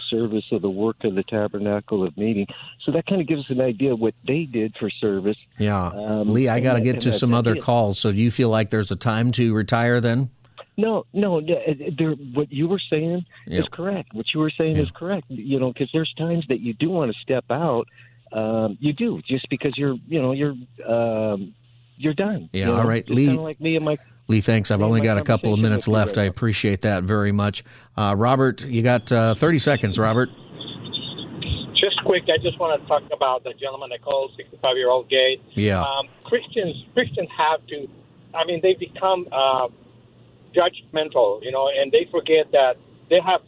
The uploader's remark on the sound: take your calls for Open Phone Friday